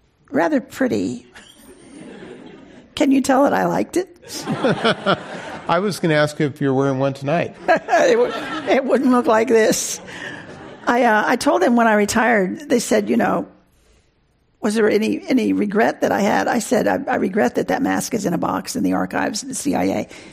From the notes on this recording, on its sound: This program was recorded in front of a live audience at The Commonwealth Club of California in San Francisco.